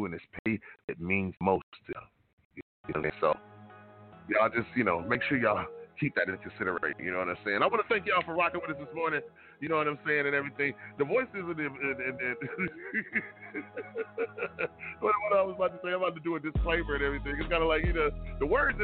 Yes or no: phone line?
yes